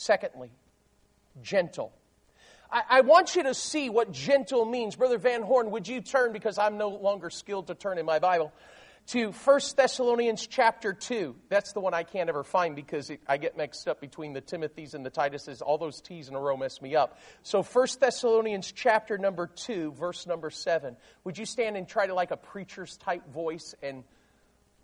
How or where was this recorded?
large echoing room